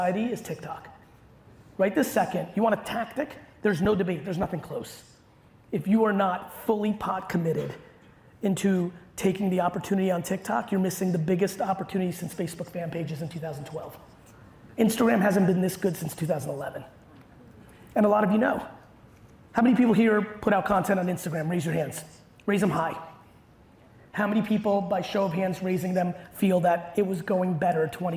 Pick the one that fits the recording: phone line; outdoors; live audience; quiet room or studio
live audience